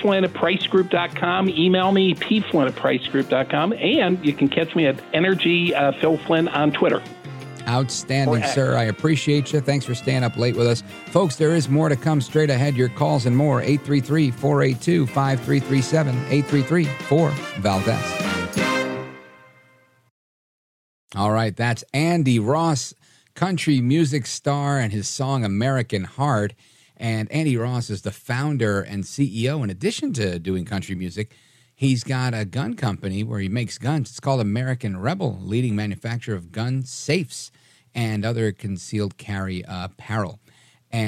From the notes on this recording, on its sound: we take your calls in open phones across America